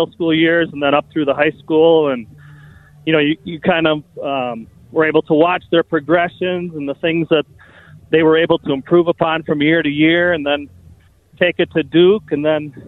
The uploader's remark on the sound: live from Target Center